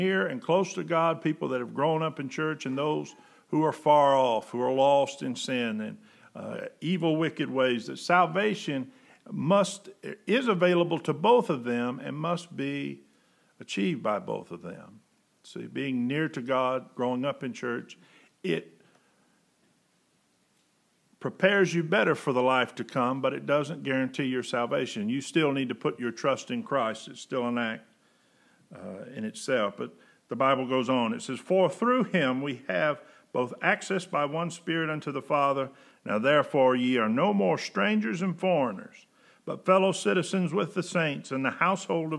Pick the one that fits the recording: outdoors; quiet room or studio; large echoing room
large echoing room